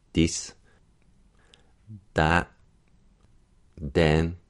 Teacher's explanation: we're dentalizing that D on the back of the upper front teeth